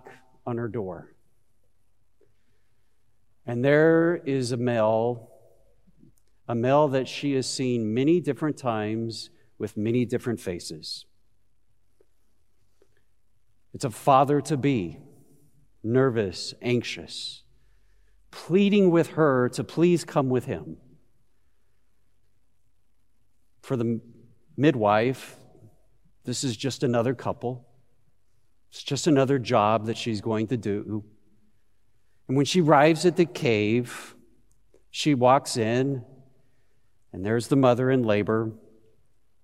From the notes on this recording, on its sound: Christmas Eve Service of Worship. Broadcast live at Beatitudes Church in Phoenix, AZ on 12/24/20.